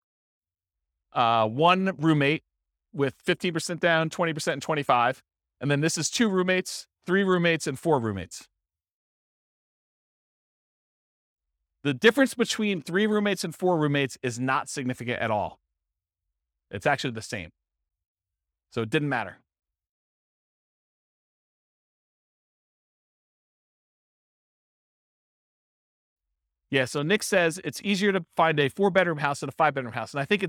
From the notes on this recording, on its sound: This was a live class recorded